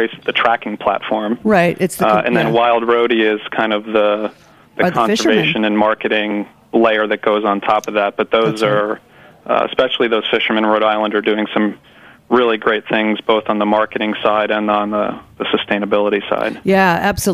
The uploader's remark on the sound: calls in with a report live from Bonnaroo